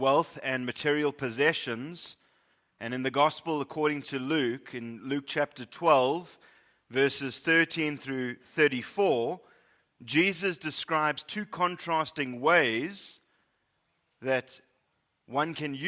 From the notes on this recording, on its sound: Preached at Living Stone Bible Church, Fourways, South Africa.